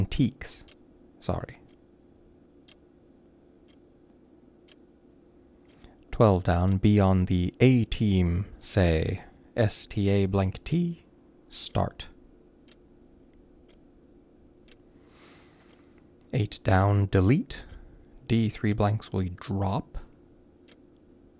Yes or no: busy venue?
no